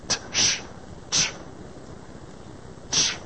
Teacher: J, to get the J sound. We put almost a T in front of the SH sound to get CH